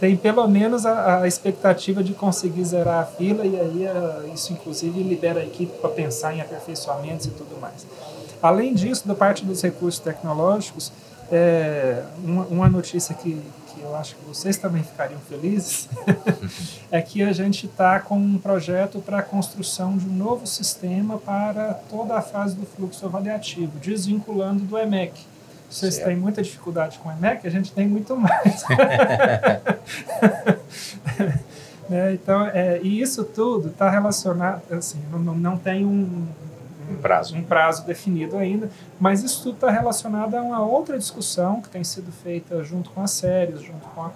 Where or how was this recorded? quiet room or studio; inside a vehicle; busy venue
busy venue